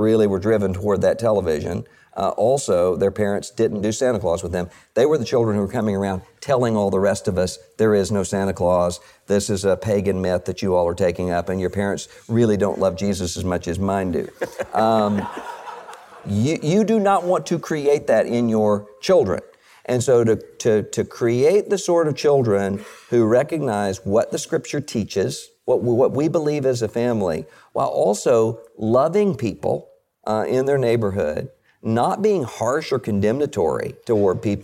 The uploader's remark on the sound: This question was answered live at the ERLC Summit.